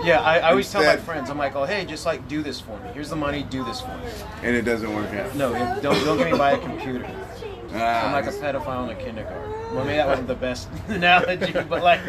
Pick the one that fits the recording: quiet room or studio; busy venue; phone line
busy venue